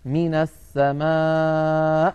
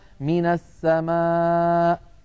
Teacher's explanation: عندنا أيضا من حالات النبر عندما نقف على مد متصل، يعني حرف مد وبعده همزة، عندما نقف عليه الهمزة يا إخواننا تخرج بتصادم طرفي الحلقوم عند مخرجها أقصى الحلق · Shown in: first take